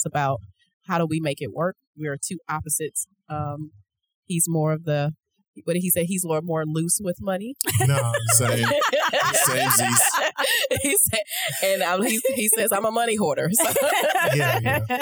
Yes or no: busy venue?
yes